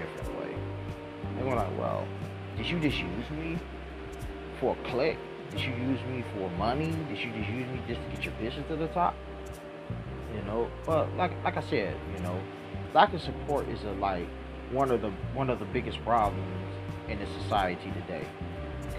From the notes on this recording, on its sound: By the way sorry for the fan in the background of this episode.